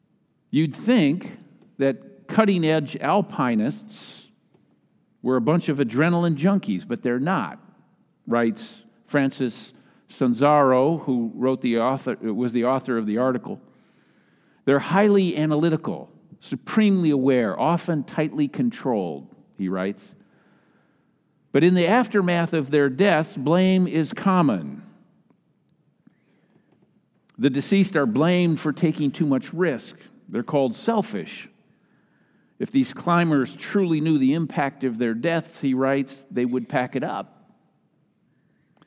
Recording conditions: large echoing room